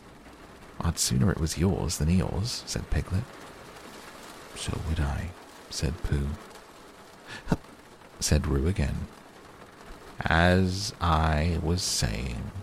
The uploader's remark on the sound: A complete reading of Winnie The Pooh with relaxing rain sounds in the background to help you sleep.